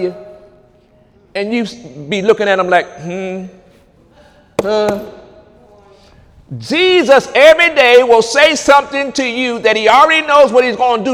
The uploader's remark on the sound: During Sunday morning service